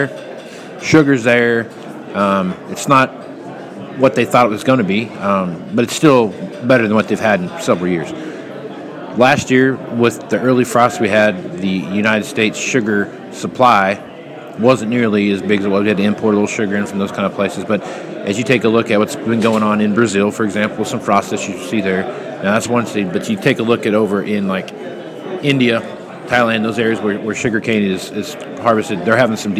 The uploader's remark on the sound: live at the Moving Iron Summit